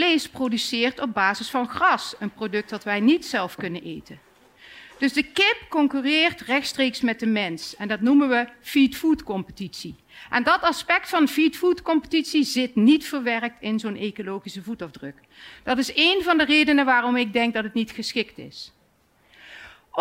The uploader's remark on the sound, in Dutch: live vanuit het Betweter festival